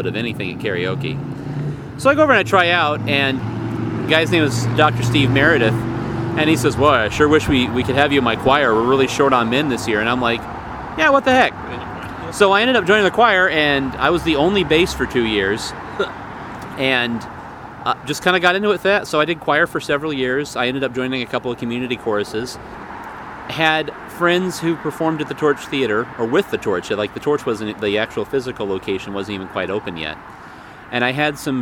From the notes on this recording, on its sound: met me at Urban Beans to talk